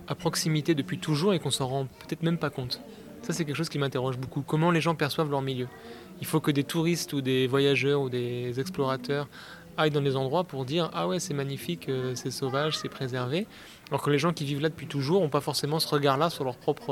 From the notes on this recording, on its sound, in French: Pause vélo enregistre pendant une étape de la Marche Bleue où des marcheurs vont réclamer aux gouvernants de respecter leurs engagement pour la COP21.